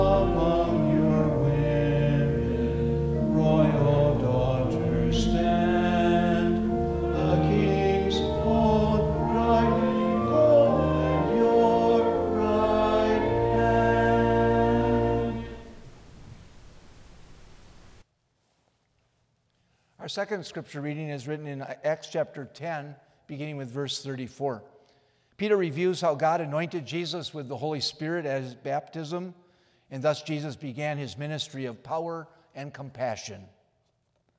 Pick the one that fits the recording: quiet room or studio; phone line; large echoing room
large echoing room